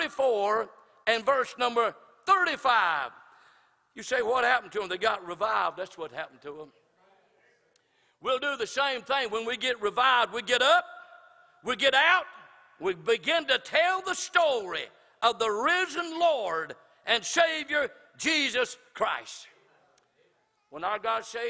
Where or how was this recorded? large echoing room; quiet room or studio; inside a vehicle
large echoing room